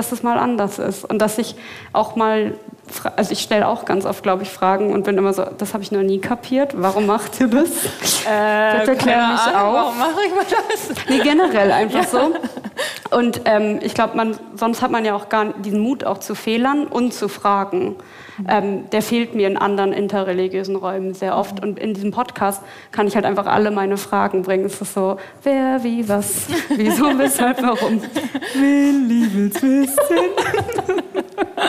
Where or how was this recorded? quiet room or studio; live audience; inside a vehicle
live audience